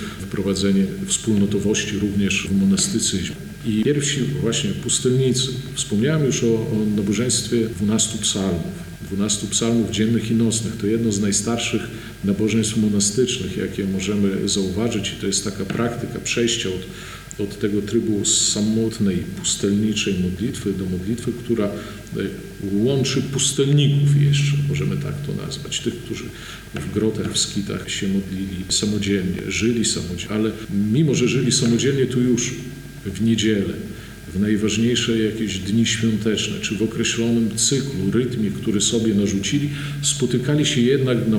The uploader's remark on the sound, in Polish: Nagranie pochodzi ze spotkania, które odbyło się 10 listopada 2021 roku w Monasterze Zwiastowania Najświętszej Bogurodzicy w Supraślu w ramach cyklu “Supraskie Środy”.